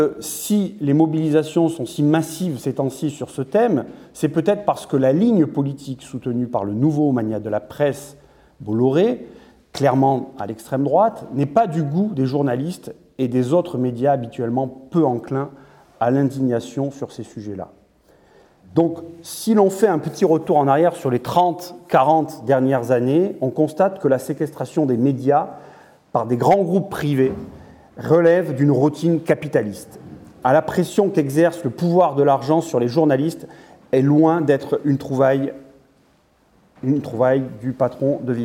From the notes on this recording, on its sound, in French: Le 24 novembre 2022 à Paris, Acrimed organisait une conférence